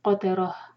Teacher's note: قاف ہیوی تا لائٹ را ہیوی